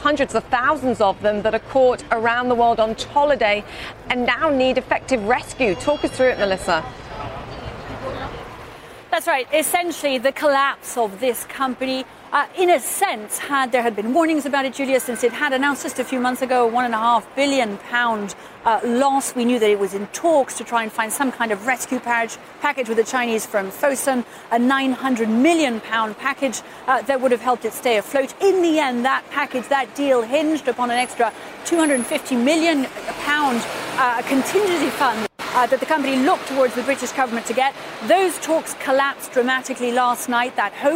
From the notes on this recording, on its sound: live from the New York Stock Exchange